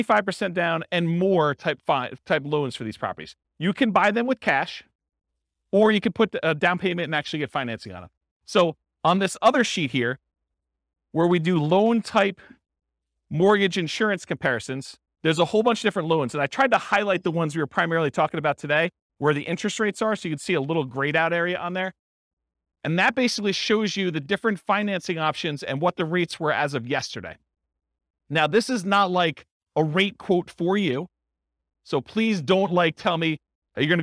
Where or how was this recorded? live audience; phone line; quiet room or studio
live audience